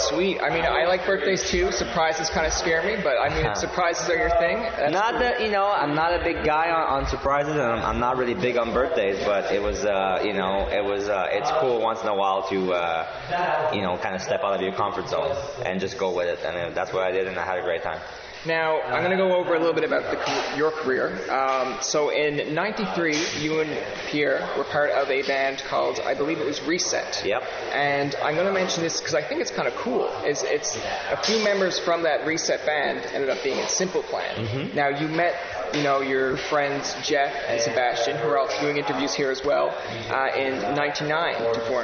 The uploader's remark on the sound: EXCUSE the background noise as this was done in Algonquin College when the band was doing press, and other members were being interviewed as well.